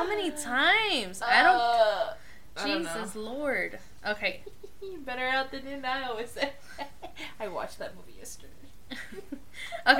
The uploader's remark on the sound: our microphone was a little wonky and some words maybe loud